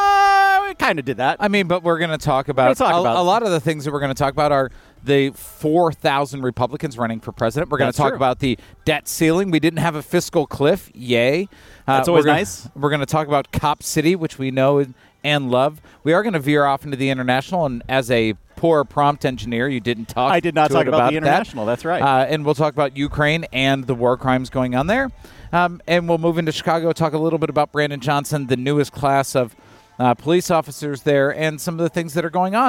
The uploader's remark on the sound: We’ll start with a regular full episode, recorded at Maplewood brewery, and then at the end we have some bonus content dedicated to the indictments.